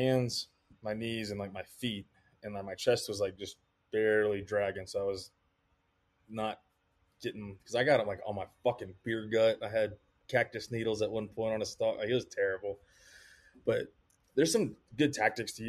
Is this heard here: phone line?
no